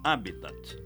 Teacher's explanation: Como proparoxítono, sem esquecer o T mudo final